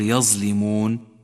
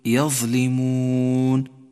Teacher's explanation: حرف الظاء حرف لثوي كما تعلم، فلا تخلطه بحرف الزاي · Shown in: second take